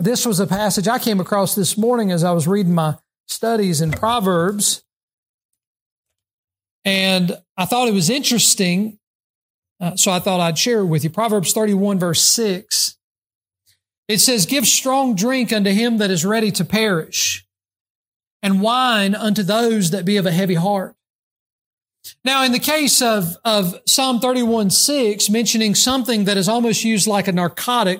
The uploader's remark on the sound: during the Sunday morning service on December 31, 2023, at Southside Baptist Church in Mount Airy, NC